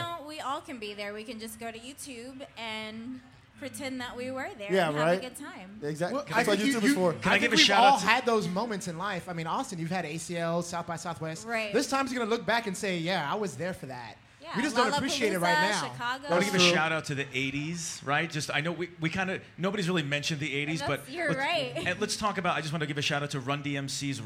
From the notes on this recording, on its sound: We recorded this show live at the Bak 2 Bak Podcast & Party at Empire Control Room. We recorded this show live at the Bak 2 Bak Podcast & Party at Empire Control Room.